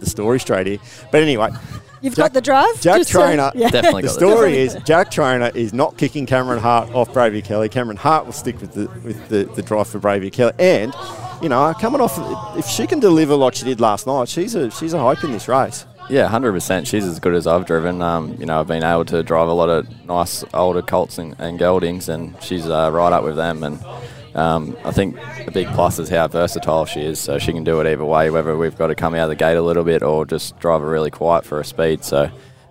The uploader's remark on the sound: We're bringing you this episode of The Sprint Lane live from the barrier draw of the Miracle Mile at the Club Menangle Country Club.